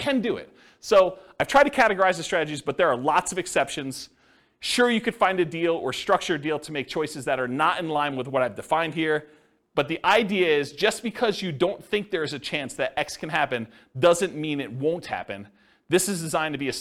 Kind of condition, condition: setting, live audience